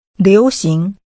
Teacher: Using two rising tones